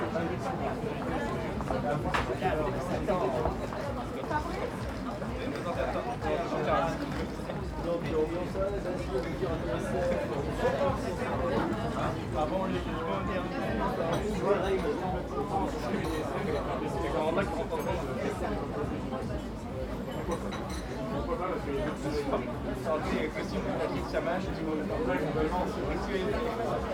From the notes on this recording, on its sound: I recorded this on a terrace in the neighborhood of Bastille on a Saturday evening. La Rotonde Cafe Bastile.